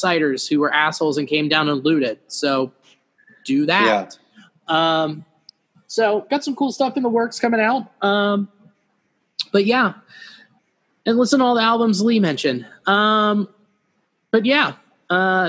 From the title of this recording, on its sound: The Boys Use Zoom